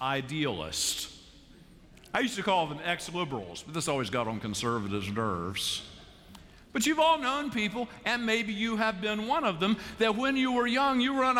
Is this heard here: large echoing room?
yes